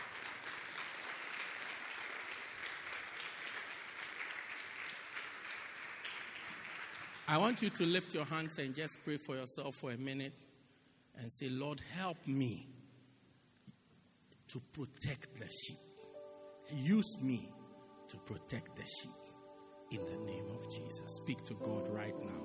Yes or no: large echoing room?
yes